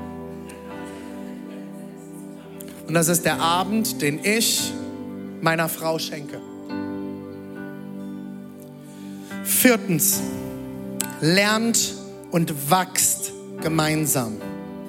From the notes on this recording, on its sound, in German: Audiomitschnitt der Predigt